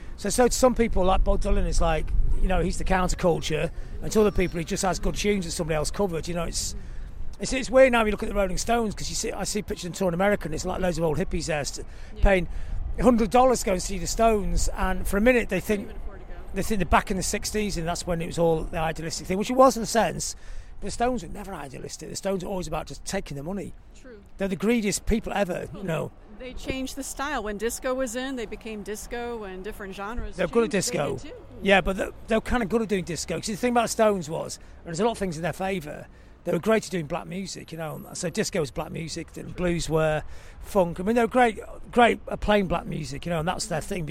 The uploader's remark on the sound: while walking around London